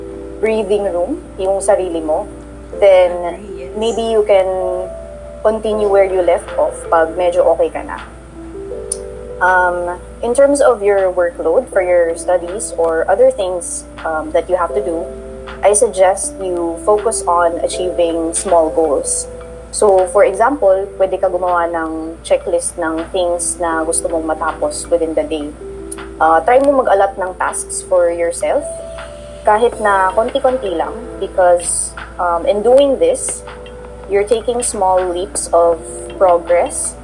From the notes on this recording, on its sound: Apologies in advance if the audio quality isn't 100%, as the pandemic has forced us to produce this purely on an online basis.